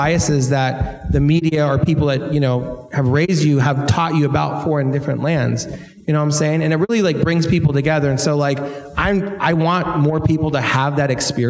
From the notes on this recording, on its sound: Please enjoy our live conversation.